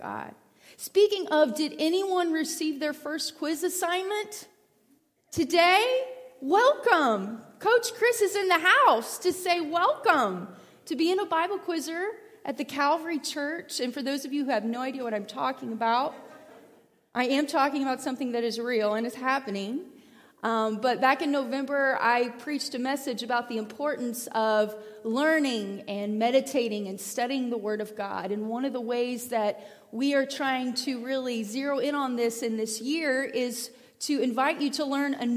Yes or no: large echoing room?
yes